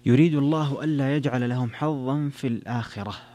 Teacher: هنا في الآخرة فيها مد البدل لورش وفيها ترقيق الراء كذلك في الآخرة، وكذلك لو وقف عليها كسائي سيقف في الآخرة.